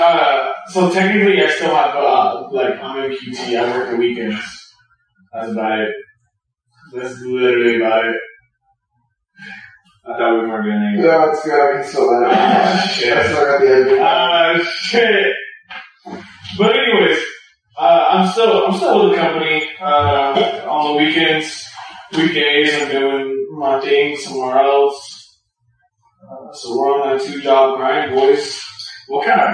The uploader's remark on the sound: The audio quality remains bad